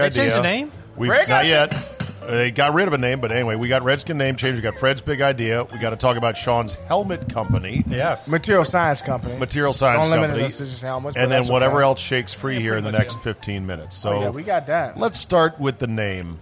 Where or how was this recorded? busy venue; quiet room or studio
busy venue